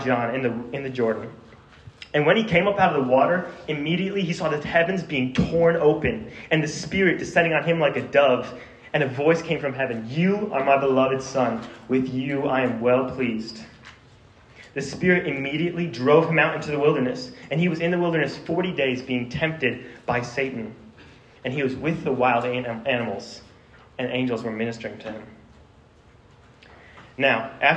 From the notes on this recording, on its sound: This sermon was preached to a Junior High audience